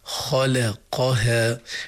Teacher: الخاء مفخمة اللام مرققة، القاف مفخمة، الهاء والألف مرققات · Term: التناوب